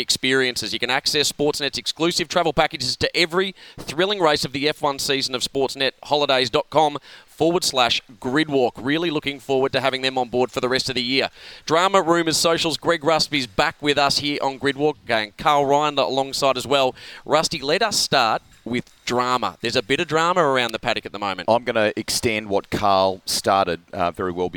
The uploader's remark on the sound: live from the Singapore Grand Prix